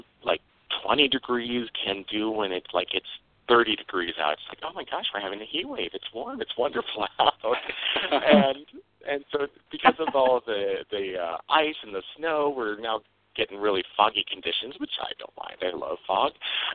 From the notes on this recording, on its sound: a real, live call-in show